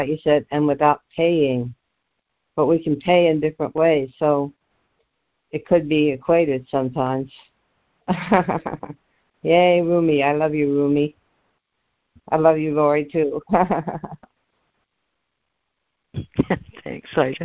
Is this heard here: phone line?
yes